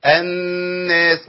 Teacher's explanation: لأن اللام والنون قريبين في المخرج وسهل جدا إن أنا أدخلهم إيه في بعض